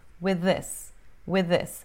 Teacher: E basicamente o TH do with some e a gente junta as duas palavras.